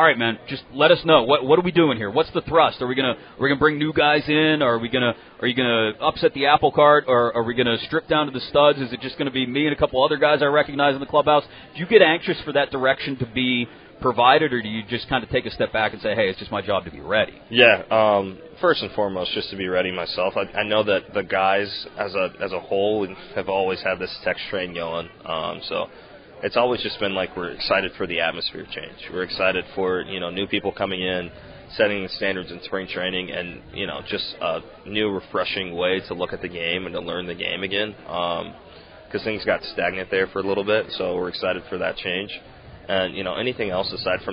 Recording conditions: busy venue